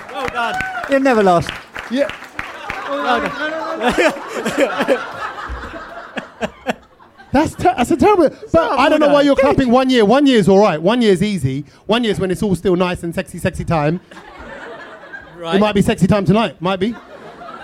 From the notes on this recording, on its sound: London Podcast Festival 2023. This one was recorded infront of a live audience in Kings Cross, London! What a great crowd! We absolutely love doing the podcast with all the noise and rabble from our Brownloaders!